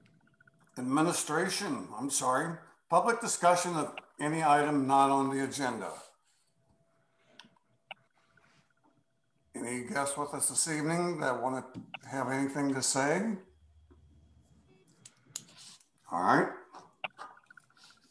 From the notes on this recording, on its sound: (Zoom meeting).